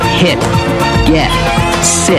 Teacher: In standard American dialect, the T doesn't explode much at the end of words.